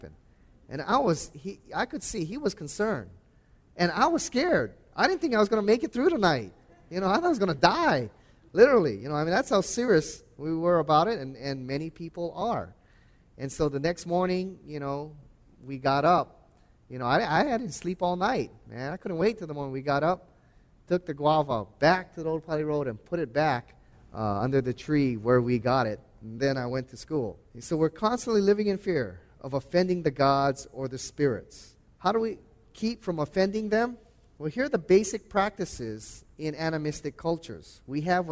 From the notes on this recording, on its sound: before a live audience